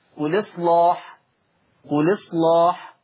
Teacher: ما أنا بقى بشيل الهمزة وانقل الحركة للساكن قبلها · تغليظ اللام إصلاح، لأن هذه اللام مفتوحة ومسبوقة بصاد ساكنة · Term: النقل